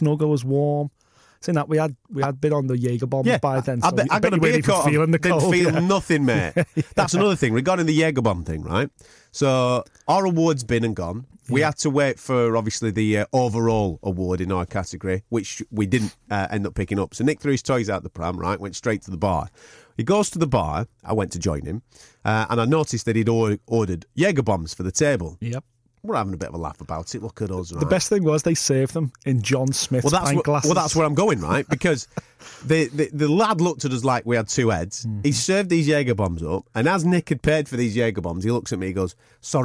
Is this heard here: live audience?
no